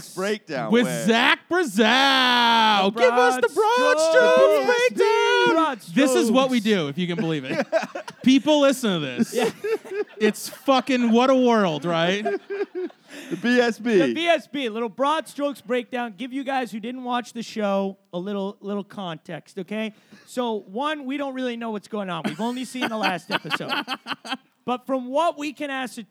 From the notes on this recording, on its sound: We did an episode live at the 730 Tavern. The audience was laughing too but its difficult to hear.